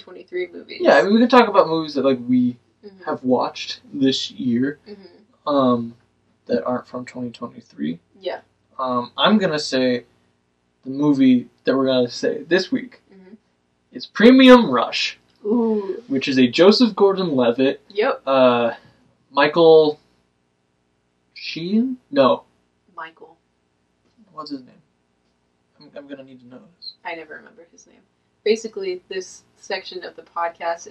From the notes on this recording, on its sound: the audio in this one isn't great